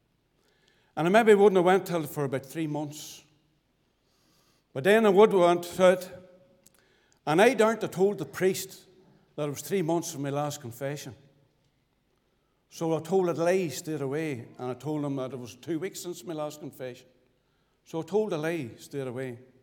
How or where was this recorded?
large echoing room